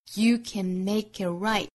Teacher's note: You can make it right 这五个单词它的节奏韵律是很规整的分别可以说是重弱重弱重